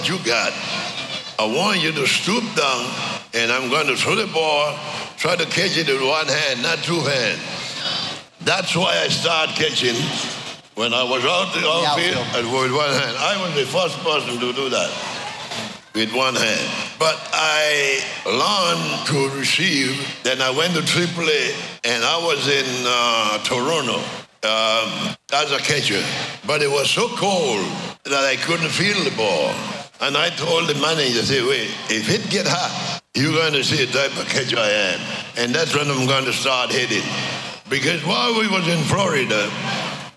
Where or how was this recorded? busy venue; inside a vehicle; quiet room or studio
busy venue